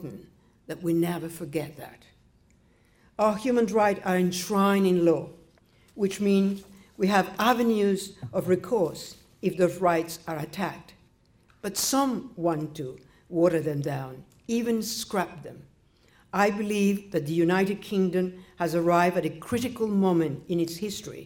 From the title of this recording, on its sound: Birkbeck Annual Law Lecture 2015 (audio recording of lecture)